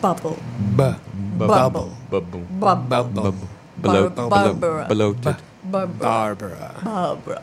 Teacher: the swelling rise of the B. As breath builds up and escapes.